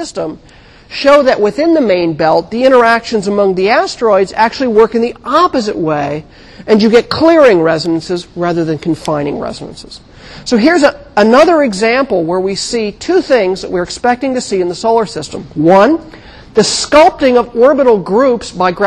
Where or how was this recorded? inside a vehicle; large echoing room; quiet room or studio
large echoing room